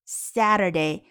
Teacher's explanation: Saturday 的 a 发的是四号元音，也就是大口型的 a